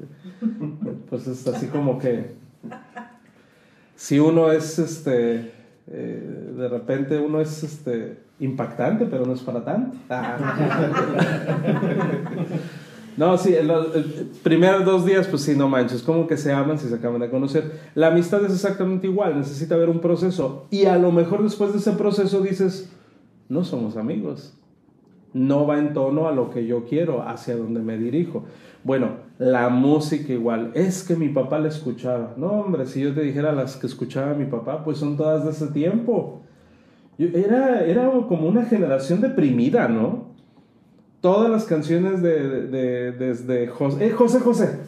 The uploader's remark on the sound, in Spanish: ¡Gracias a nuestros acompañantes presentes en en la grabación de esta sesión!